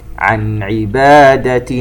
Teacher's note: نون ساكنة وبعدها حرف العين، إظهار حلقي